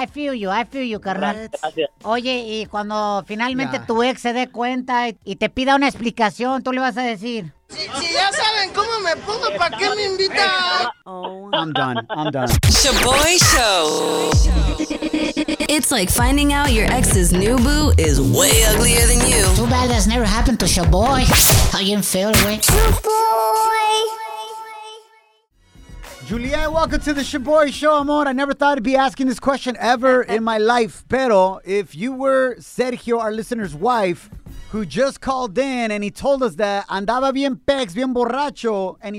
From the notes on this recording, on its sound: Today on the show, we opened up the phone lines.